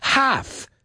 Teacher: half se pronuncia como si no estuviera esa L ahí